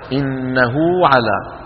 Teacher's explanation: مقدار مد الصلة الصغرى، تمد الصلة الصغرى بمقدار حركتين وتلحق بالمد الطبيعي